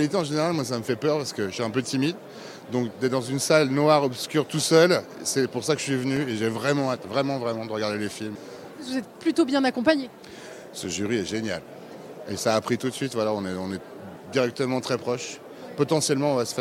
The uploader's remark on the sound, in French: en direct de la Croisette